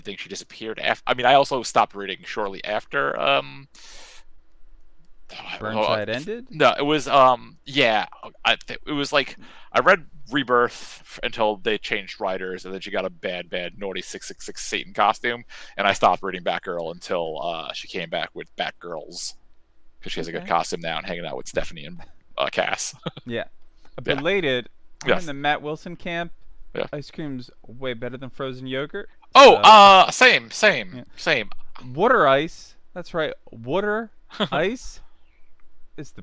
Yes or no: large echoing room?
no